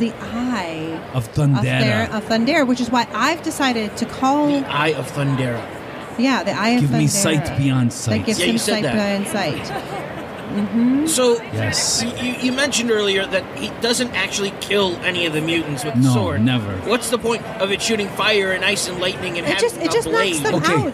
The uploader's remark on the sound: Live From C2E2. Our annual pilgrimage to C2E2 in Chicago led to some surprising moments. Live from the floor at Podcast Central.